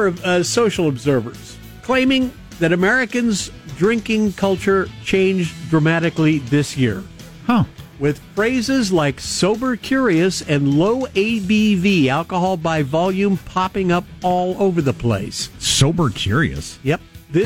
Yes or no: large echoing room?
no